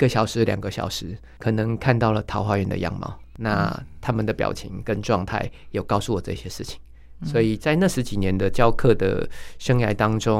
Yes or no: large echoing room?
no